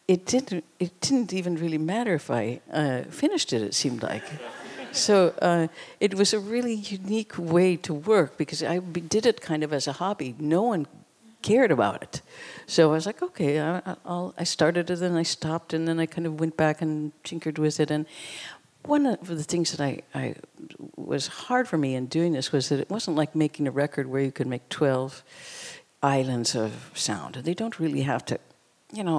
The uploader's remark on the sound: In a special conversation recorded after a screening. The acclaimed musician, artist and filmmaker talks onstage with fellow New York director.